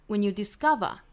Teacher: discover 这个词重读是在第二个音节上